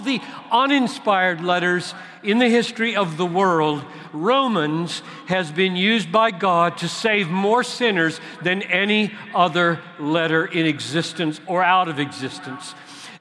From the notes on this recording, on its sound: at the CROSS Conference in Louisville, where thousands gathered